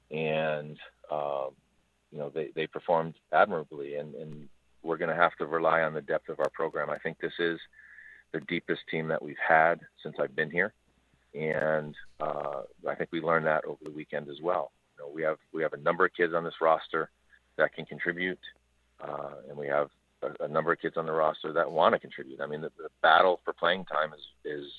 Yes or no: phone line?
yes